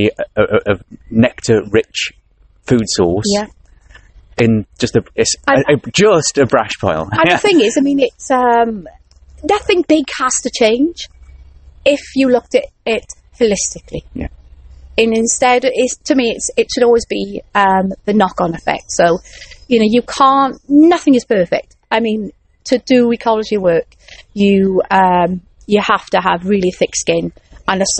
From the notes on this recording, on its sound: Gets to go outside and records the passionate voice. Out in a damp woodland near Caerphilly, South Wales.